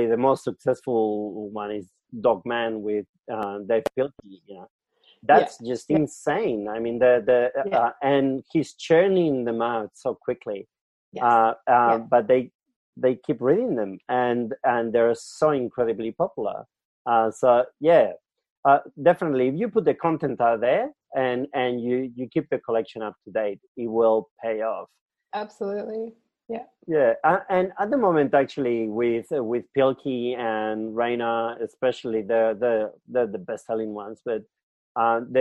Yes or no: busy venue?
no